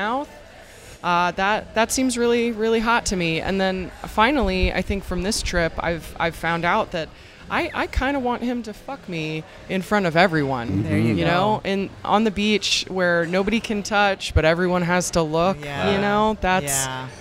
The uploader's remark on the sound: on location at Hedonism II Resort in Jamaica